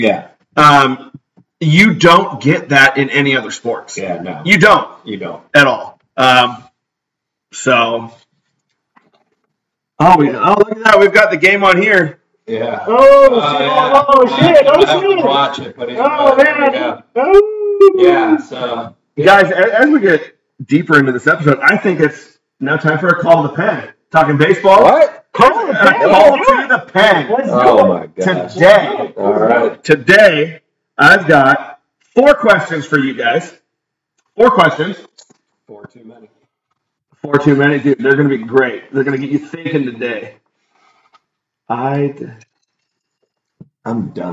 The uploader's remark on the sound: This episode was recorded right from our live stream where we had some sound issues.